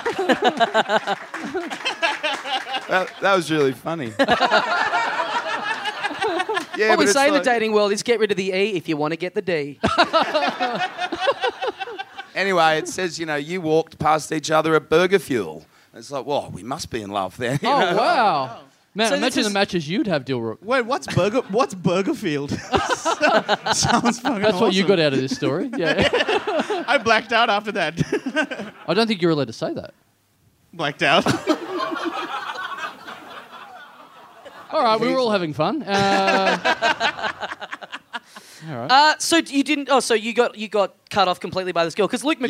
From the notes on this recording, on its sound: Recorded LIVE at The Roxbury Hotel in Sydney on Sunday November 22, 2015.